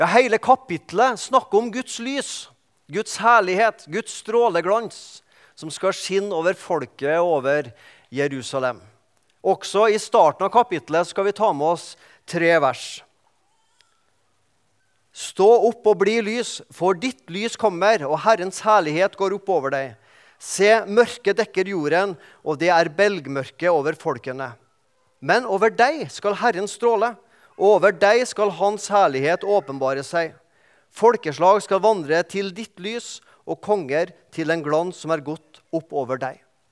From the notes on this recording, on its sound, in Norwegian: I gudstjenesteni Misjonshuset.